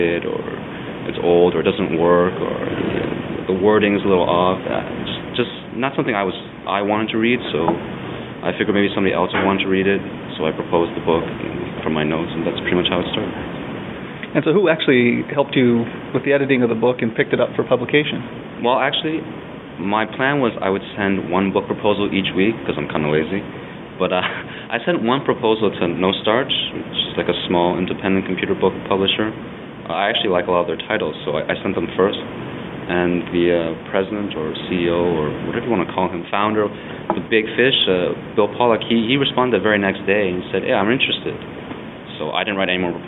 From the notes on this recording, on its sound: The interview was recorded at BSDCan in Ottawa.